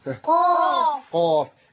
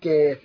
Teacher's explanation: إن القاف حرف مفخم، حرف ثمين، حرف كبير فوق، أما الكاف حرف ضعيف صغير قاعد تحت